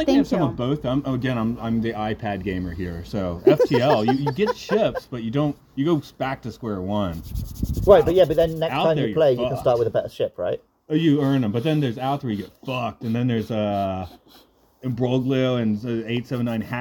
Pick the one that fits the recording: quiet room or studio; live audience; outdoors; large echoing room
outdoors